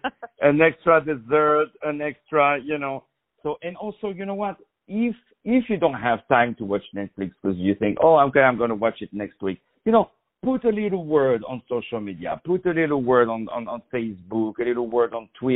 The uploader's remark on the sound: On the phone